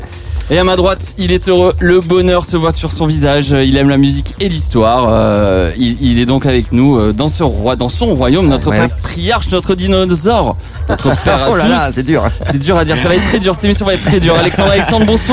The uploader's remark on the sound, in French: en direct de la Douve Blanche Festival